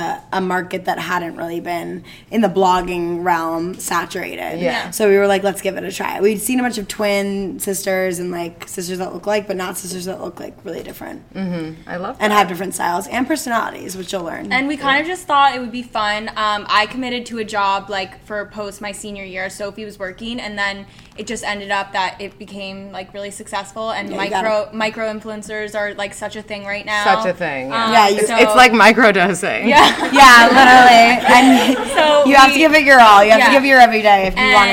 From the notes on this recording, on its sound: our first live podcast